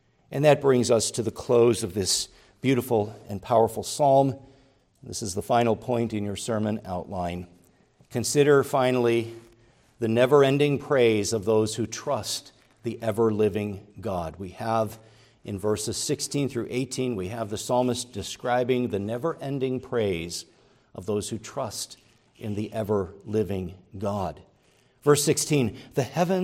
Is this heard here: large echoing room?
yes